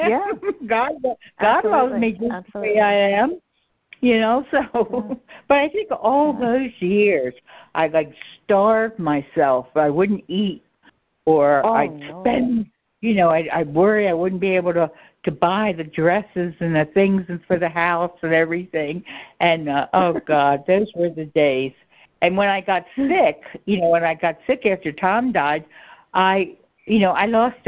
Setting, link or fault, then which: link, phone line